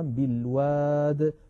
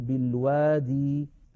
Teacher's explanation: كلمة أخرى في القرآن العظيم هي كلمة الوادي، جاءت في عدة مواضع وفي عدة آيات، وادي بوزن فاعل، جاء بعدها في بعض المواضع ساكن، فلذلك تسقط ياؤها في آخرها على نية الوصل · Shown in: first take · من ذلك في سورة طه بالوادي المقدس، بدون ياء، بالوادي المقدس كتبت بدون ياء، فنقف عليها اضطرارا أو اختبارا بالواد، ولا نقول بالوادي.